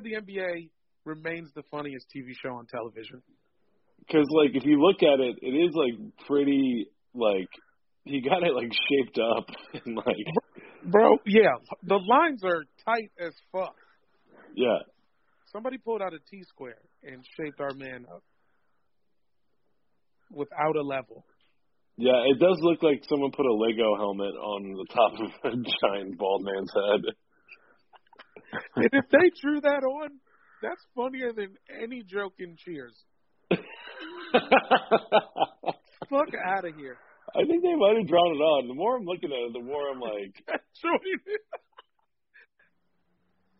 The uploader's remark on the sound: hop on the phone